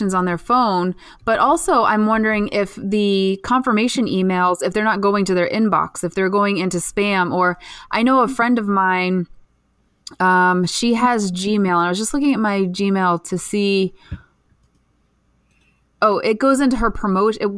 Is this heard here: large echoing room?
no